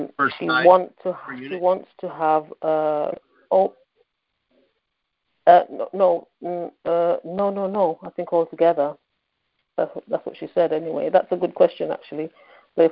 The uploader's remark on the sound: Gold Club Q&A Call.